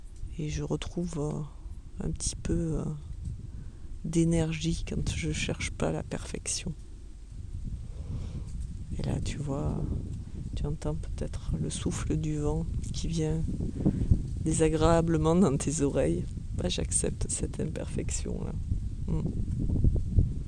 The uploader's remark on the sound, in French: Un épisode un peu spécial, ***sans montage***, donc sans musique et peut-être avec des bruits parasites.